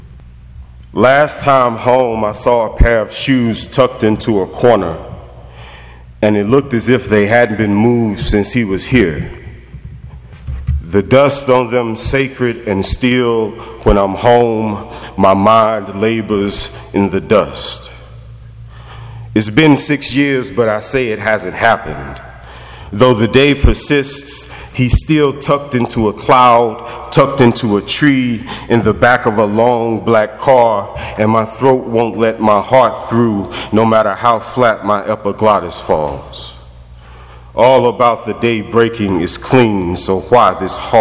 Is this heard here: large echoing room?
yes